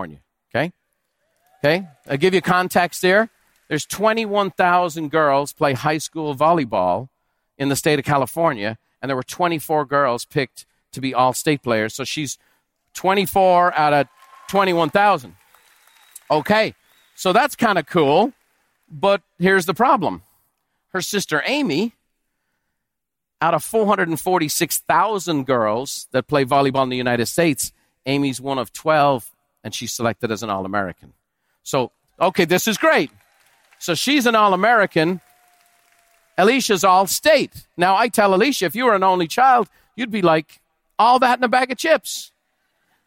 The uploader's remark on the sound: recorded live at the Buffini & Company MasterMind Summit